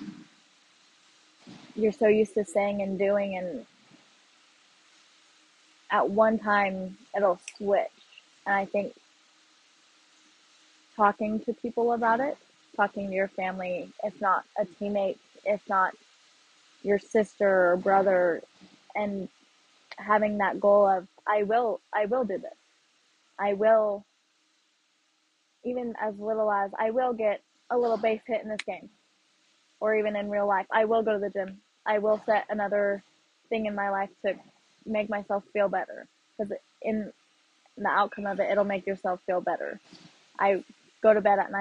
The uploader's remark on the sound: as always I do appreciate you listening to this even though the audio was all over the place!